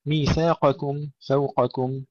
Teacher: تفخيم القاف وترقيق الكاف، وهذا يجب أن ننتبه إليه في كل المواضع التي يتجاور فيها هذان الحرفان.